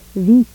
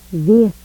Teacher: Now, going to see unrounded vowels, unrounded front vowels, high to low